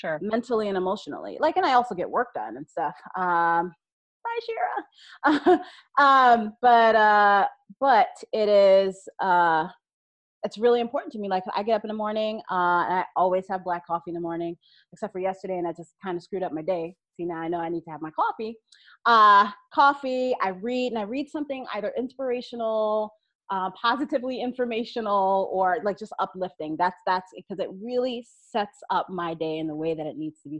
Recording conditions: video call